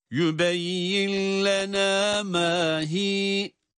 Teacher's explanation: Hiye kelimesinde hiy olarak değil, hi olarak meddi tabii ile durulur.